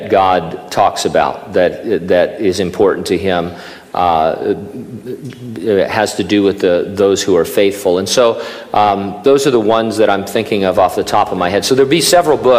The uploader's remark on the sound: during a live Q&A session